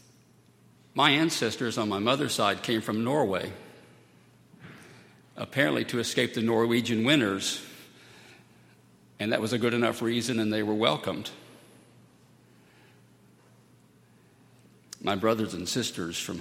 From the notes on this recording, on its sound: at Highland Baptist Church